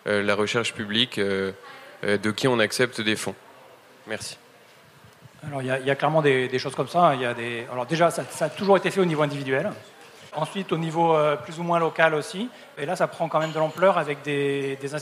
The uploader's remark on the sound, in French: Conférence enregistrée en public à la REcyclerie, en partenariat avec le podcast Présages. Ce deuxième enregistrement en live du podcast Présages.